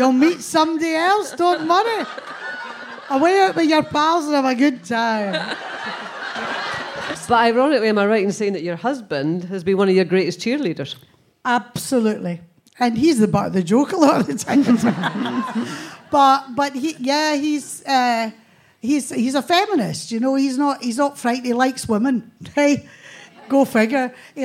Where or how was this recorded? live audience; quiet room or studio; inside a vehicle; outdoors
live audience